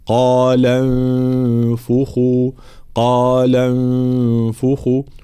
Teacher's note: في قوله تعالى قال انفخوا، طبعا الفعل هنا فعل انفخ يبتدئ بهمزة وصل، حال الابتداء نبتدئ بهمزة وصل مضمومة لأن الثالث من الفعل مضموم، فنقول انفخوا، إذا وصلناها بما قبلها همزة الوصل تسقط في درج الكلام، فنمر هنا من اللام المفتوحة إلى النون الساكنة المخفاة، قال انفخوا، قال انفخوا، هناك من لا يتخلص من حركة الضم فيقول قالوا انفخوا، قالوا، لا، قال انفخوا، لام مفتوحة نون ساكنة.